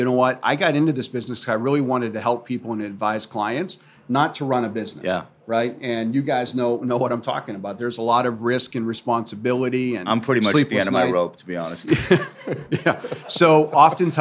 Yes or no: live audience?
yes